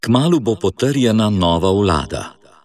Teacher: tukaj je bil izgovorjen dvoustnični v pri vladi